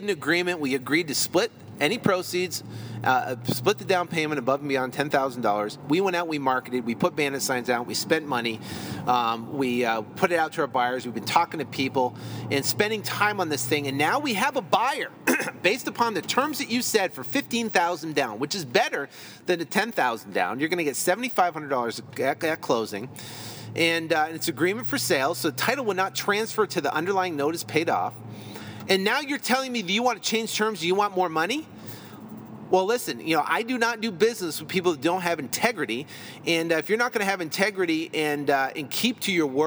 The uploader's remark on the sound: In this episode I’m recording from my car coming back from opening escrow on a deal were working on right now.